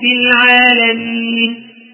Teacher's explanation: الياء هذه اعطتها حركتين لان هذا حرف مد، لكن اللين ليس فيه حركتان.